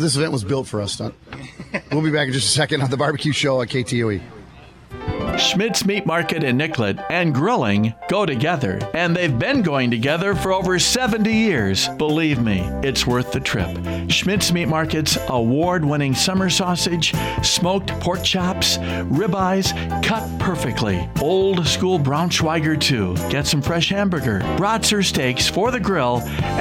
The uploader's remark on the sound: This episode was live from Mankato's annual RIBFEST celebration in Riverfront Park.